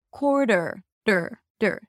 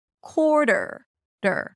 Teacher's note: The second syllable is basically a T, schwa, R, ter, ter. But since this T is between an R vowel and a vowel, it's a flap T. So it sounds more like a D than a T. · IPA: ˈkɔːɹɾəɹ